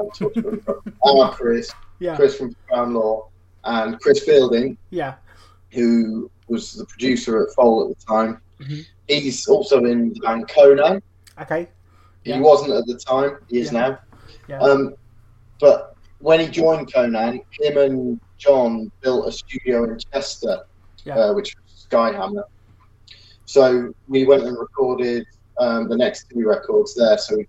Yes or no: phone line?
no